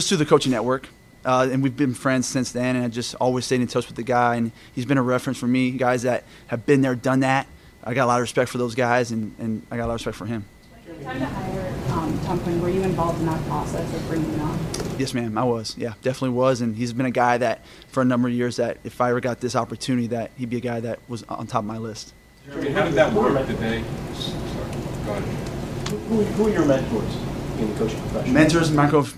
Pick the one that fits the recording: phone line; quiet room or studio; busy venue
busy venue